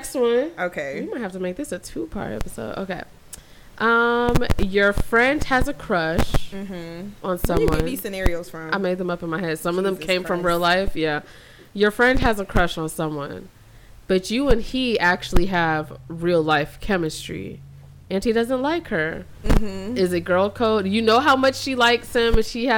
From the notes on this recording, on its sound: Please excuse the feedback from the mics